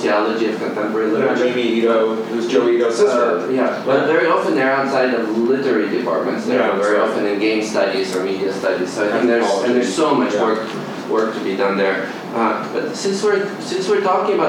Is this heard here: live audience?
yes